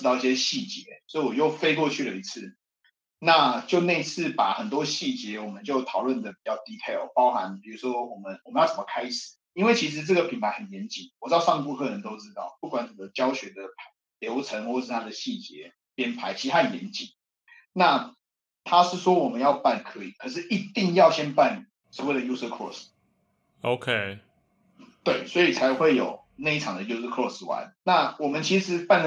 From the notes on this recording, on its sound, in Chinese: 遠端錄音，如有回音請見諒